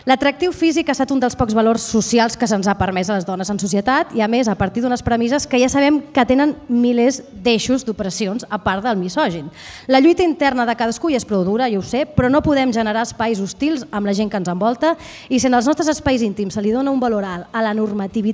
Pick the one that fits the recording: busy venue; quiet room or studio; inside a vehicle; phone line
busy venue